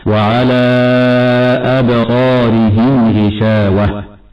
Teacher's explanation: أما كلمة أبصارهم فالهمزة هنا مرققة والصاد بعدها مفخمة